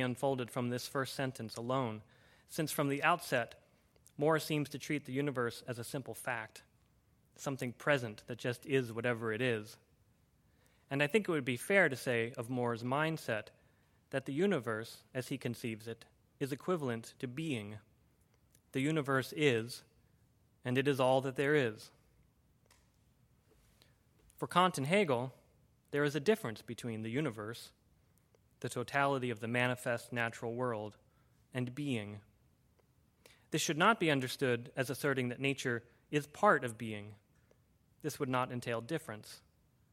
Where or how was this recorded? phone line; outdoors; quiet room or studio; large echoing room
large echoing room